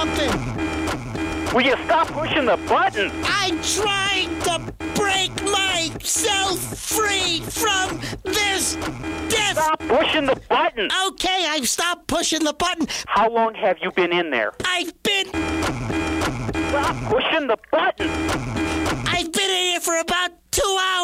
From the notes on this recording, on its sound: Prank Phone Calls